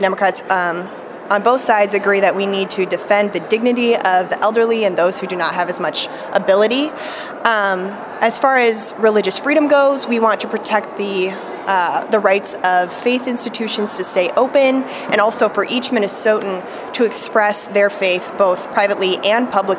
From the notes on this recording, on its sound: broadcast live from the Minnesota State Capitol!